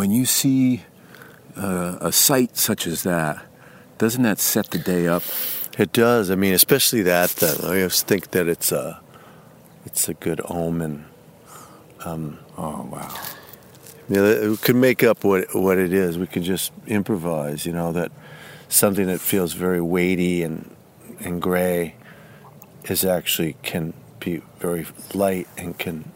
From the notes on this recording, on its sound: walk and talk at his farm in upstate NY